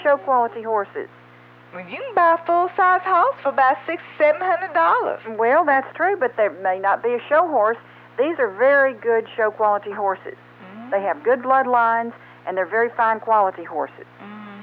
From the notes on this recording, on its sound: Prank Phone Calls Collection